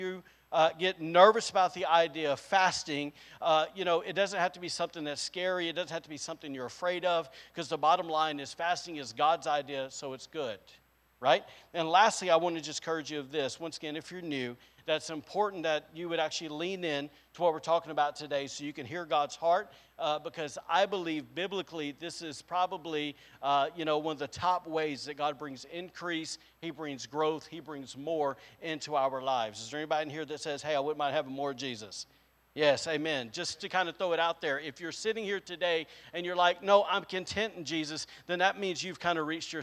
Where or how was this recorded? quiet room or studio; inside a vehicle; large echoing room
large echoing room